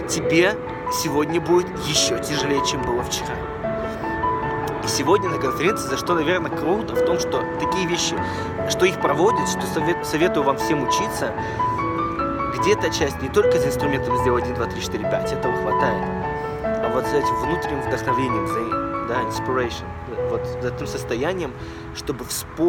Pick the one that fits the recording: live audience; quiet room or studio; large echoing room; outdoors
outdoors